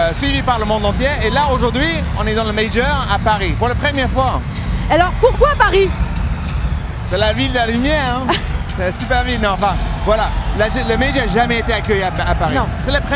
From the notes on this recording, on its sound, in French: enregistré depuis l’Accor Arena de Paris